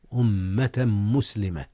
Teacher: أدغم تنوين أمة في ميم مسلمة، حيث كان هكذا إدغاما بغنة